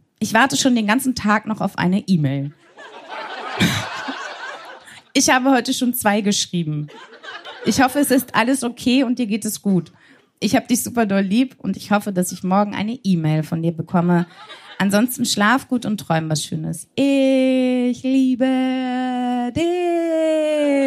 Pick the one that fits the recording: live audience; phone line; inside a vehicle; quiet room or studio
live audience